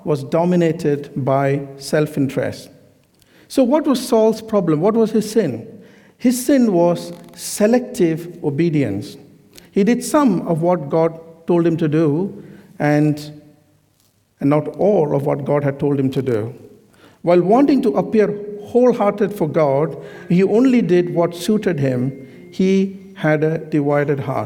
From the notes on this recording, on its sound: This sermon was recorded on Sunday 12th March 2023 at our Great Denham venue.